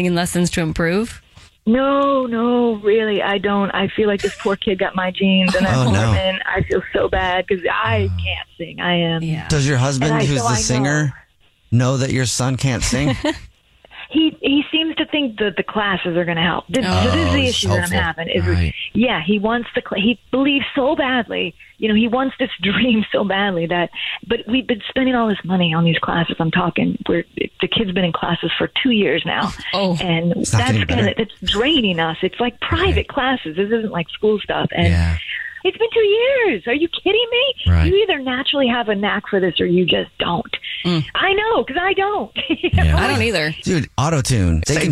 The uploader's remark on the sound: Give the caller an anonymous nickname so no one knows who they are. The man on the phone.